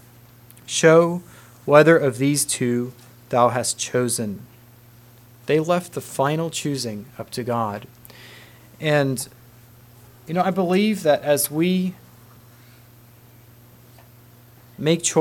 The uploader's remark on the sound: Message preached at Word Of Hope Mennonite Church